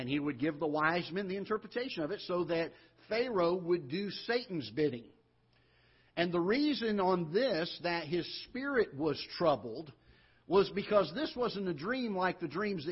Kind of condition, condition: setting, large echoing room